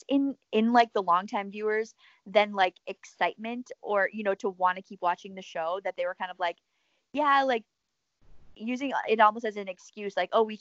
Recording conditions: drop-outs